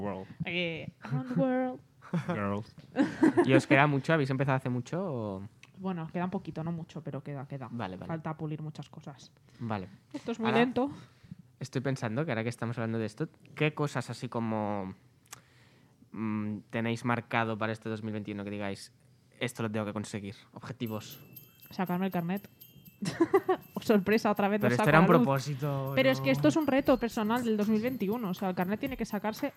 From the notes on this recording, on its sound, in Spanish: ¡ya está aquí el primer episodio grabado en directo ! Ya era hora de vernos lxs tres en persona.